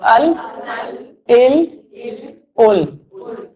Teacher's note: लाम अल इल उल, महसूस हो रहा है ना कि जबान की जो करवट का की नोक है, यानी जबान का जो बिल्कुल टिप है, इसका हिस्सा जब ऊपर की एक दाढ़ और दांतों के मसूड़ों से जब लगता है तो लाम निकलता है